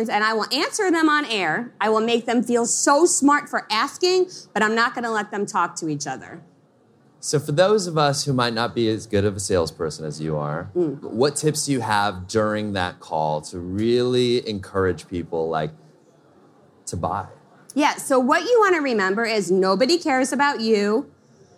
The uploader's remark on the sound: This episode of the DigitalMarketer podcast has been taken straight from the Traffic & Conversion stage and right to your headphones.